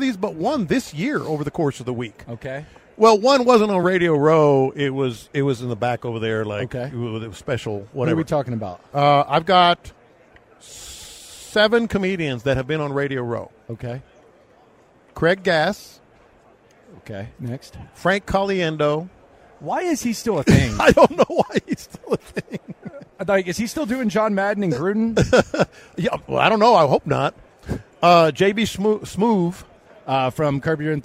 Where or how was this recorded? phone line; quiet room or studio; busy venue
busy venue